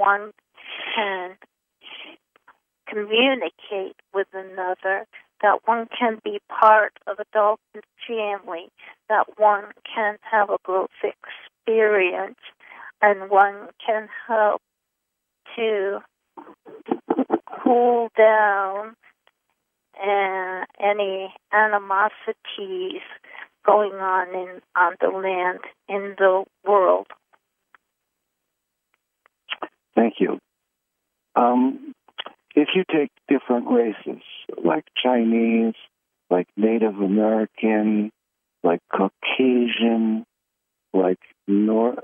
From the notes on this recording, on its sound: Conference Call LIVE